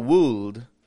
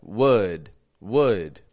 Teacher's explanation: that L is silent. It doesn't get pronounced at all. · Shown in: second take · It's not wooled, like W-O-U-L-D, wooled, but would, would.